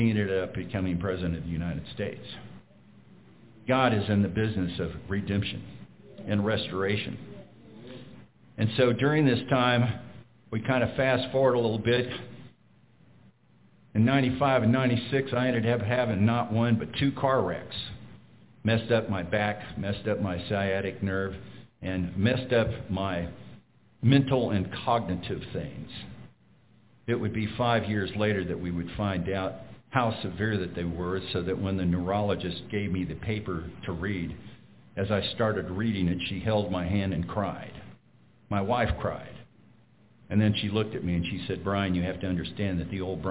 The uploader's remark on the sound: We will be sharing a recorded sermon. Preached at Glidden Baptist Church.